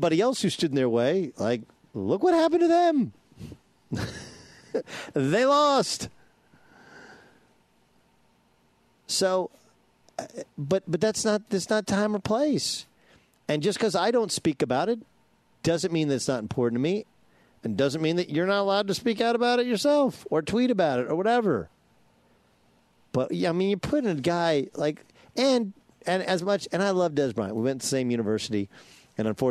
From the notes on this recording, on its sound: broadcasts live from Los Angeles Chargers training camp